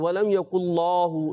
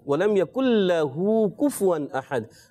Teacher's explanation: लाम को मोटा नहीं करना · Shown in: second take